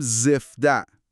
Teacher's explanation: از کنار زبان ادا میشه، یه صدای پرحجمو گرفته